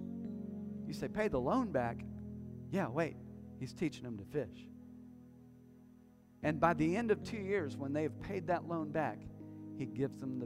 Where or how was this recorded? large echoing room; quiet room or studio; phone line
large echoing room